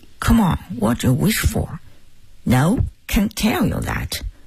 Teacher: 那种浅浅的沙哑，像是带着气泡音在讲英语的感觉